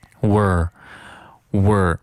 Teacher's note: 但是语速再快一些的时候呢，这个 we are 可能读的也会弱一些，变成 were